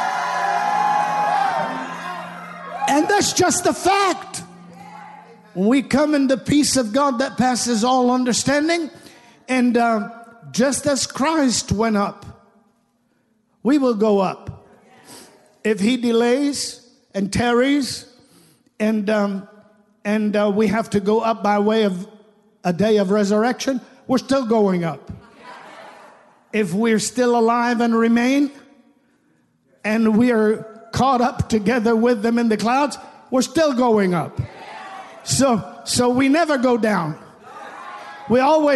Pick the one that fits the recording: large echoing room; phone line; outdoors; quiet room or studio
large echoing room